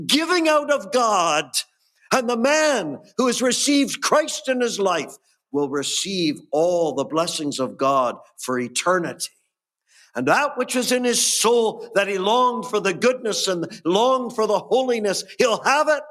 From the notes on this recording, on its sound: Gospel Audio Recording from Ballyclare Gospel Hall